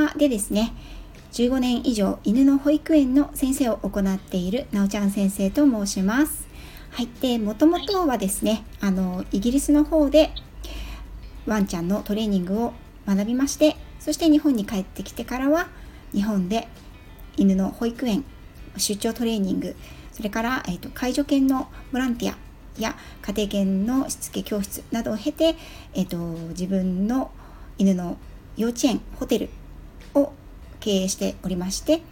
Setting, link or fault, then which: fault, phone or laptop microphone